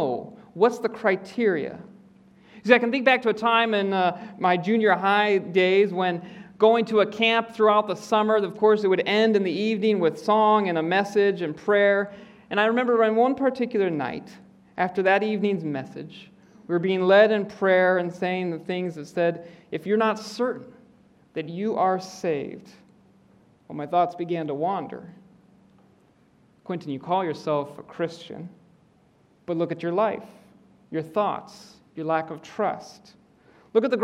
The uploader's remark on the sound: preaches in the Auditorium.